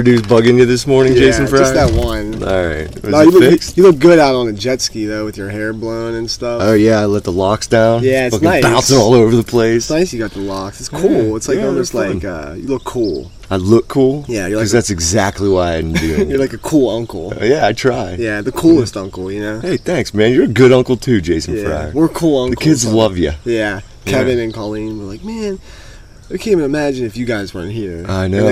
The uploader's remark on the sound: Live from Deep Creek MD 8-29-2018